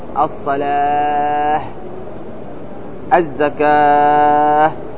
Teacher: لأنها في الوقف تبدل إلى هاء ساكنة فيكون الوقف بالسكون على الهاء المبدلة وليس على التاء الأصلية، وليس على التاء الأصلية، سواء كانت التاء متحركة هذه بضمة بكسرة تقف عليها بإيش؟ · Term: تاء التأنيث المربوطة